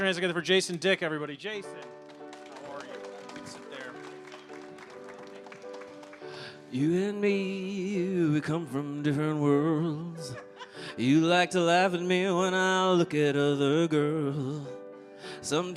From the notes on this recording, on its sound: Live at The Kennedy Center